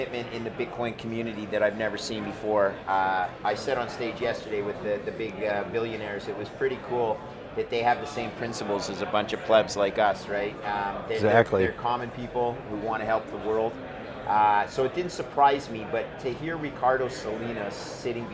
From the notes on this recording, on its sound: We sat down at Bitcoin Miami